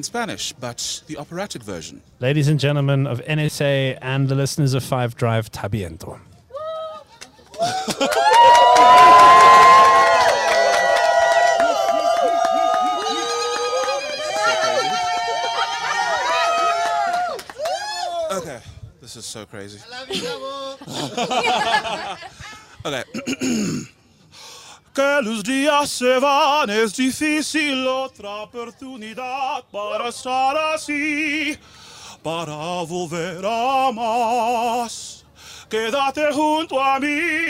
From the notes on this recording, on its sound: Live from the National School of the Arts.